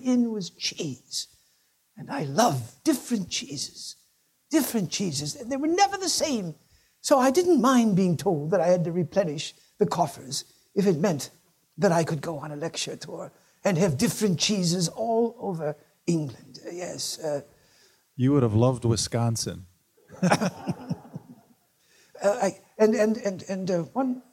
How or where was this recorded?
live audience